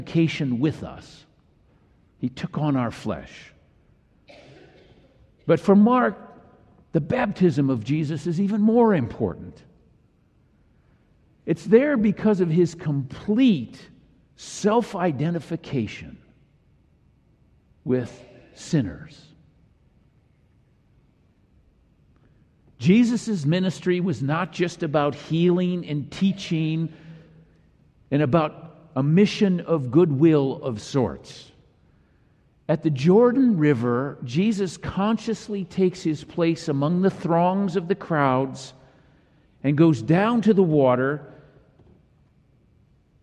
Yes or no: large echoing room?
yes